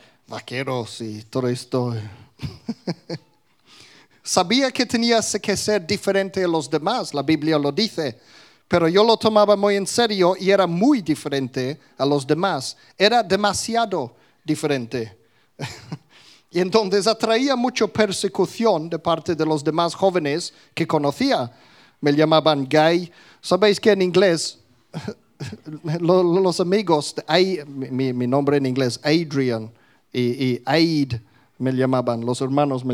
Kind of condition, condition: setting, live audience